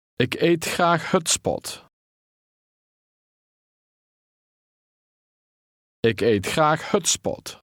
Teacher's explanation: The S and P are pronounced separately.